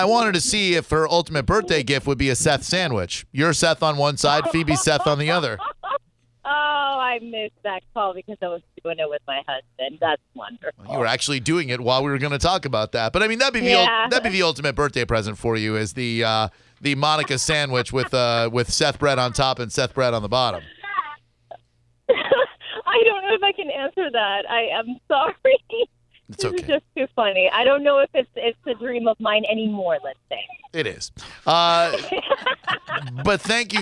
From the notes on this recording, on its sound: We had to call her about it! Live Clip of the Day.